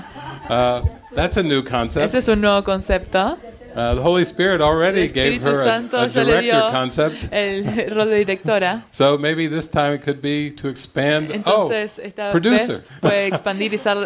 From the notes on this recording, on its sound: Grabado el 18 de marzo de 2020 en Living Miracles en Mexico. This is a recording of the fourth-morning session from the "Heart of Love" retreat in English with Spanish translation.